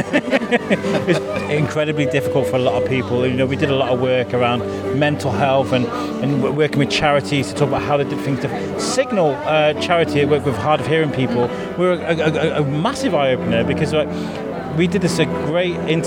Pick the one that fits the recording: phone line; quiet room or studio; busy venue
busy venue